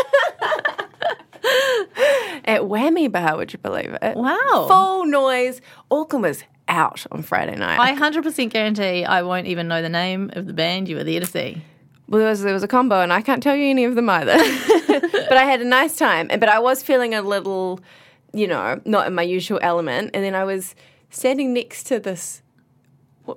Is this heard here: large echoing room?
no